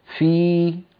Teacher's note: فنجد بأن صوت الياء تخامد وتلاشى ولم ينبتر عند نقطة معينة